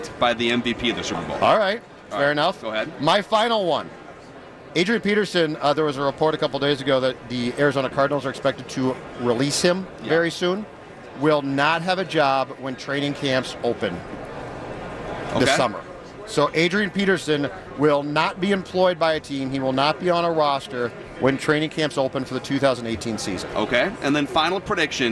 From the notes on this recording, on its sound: live from Radio Row all week